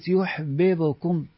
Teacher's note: مضاعفة فك الإدغام وتكرار الباء